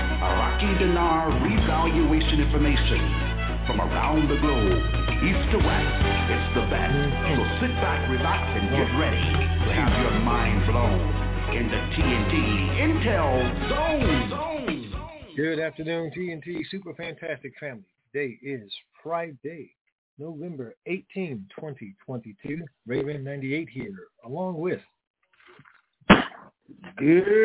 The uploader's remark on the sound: TNTSuperfantastic Conference Call